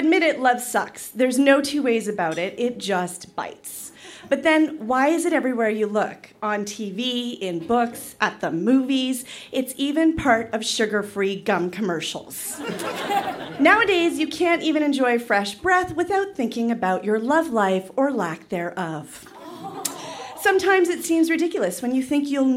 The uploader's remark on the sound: Recorded live at The Club in Banff, Alberta.